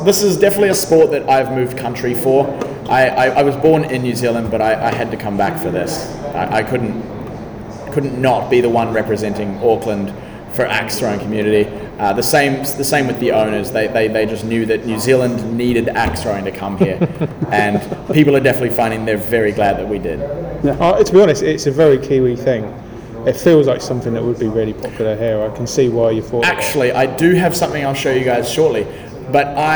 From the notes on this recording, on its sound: Recorded before Auckland’s second lock down. We had a chat and did some axe throwing.